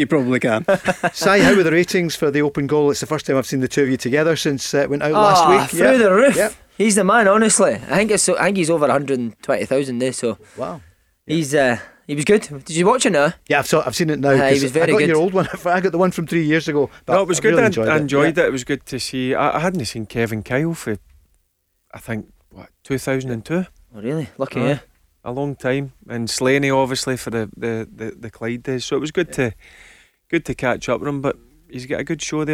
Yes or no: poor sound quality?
no